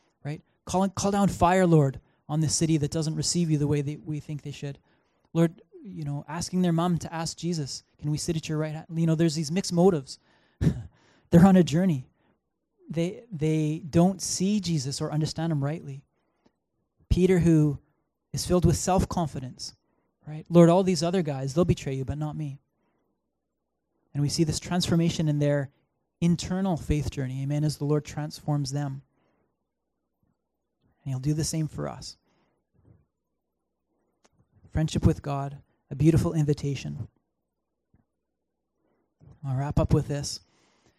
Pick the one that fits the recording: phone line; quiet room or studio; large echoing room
large echoing room